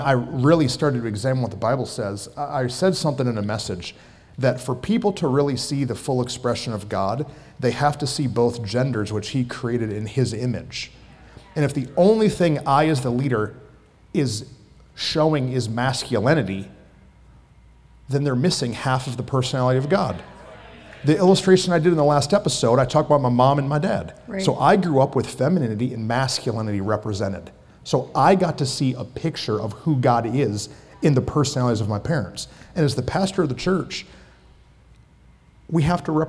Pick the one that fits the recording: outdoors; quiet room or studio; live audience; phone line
live audience